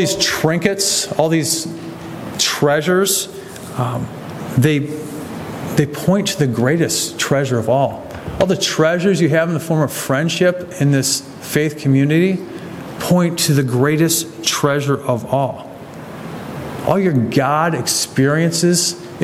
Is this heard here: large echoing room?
yes